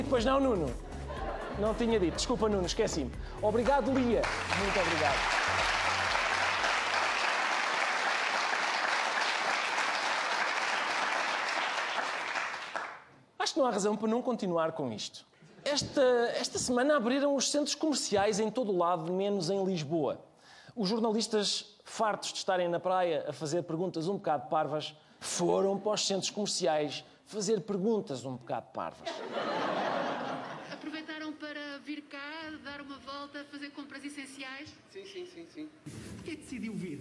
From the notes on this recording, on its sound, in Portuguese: Gravado no início de junho de 2020 com público ao vivo, mas todos de máscara e muito afastados uns dos outros no auditório.